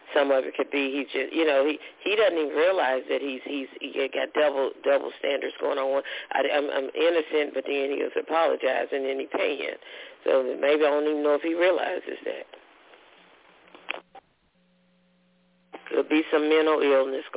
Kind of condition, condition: link, phone line